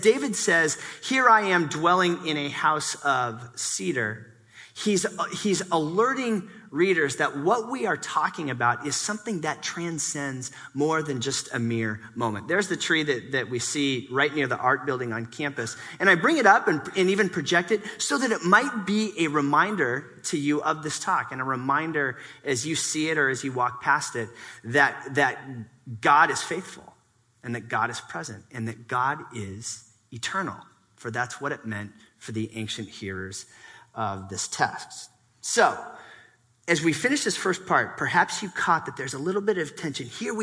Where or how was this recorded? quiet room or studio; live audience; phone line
live audience